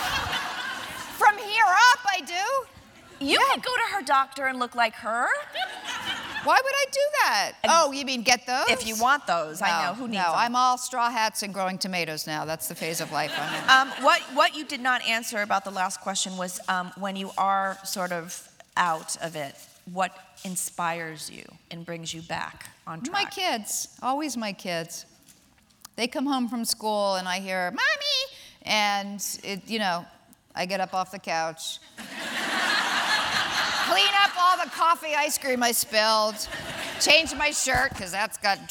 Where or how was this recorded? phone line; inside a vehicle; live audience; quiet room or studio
live audience